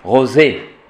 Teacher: A-E, on réduit la diphtongue et on fait E.